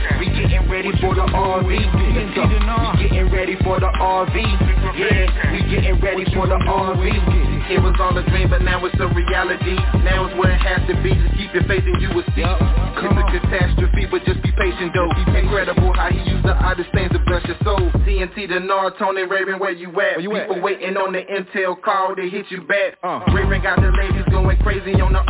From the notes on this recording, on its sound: TNTSuperfantastic Conference Call.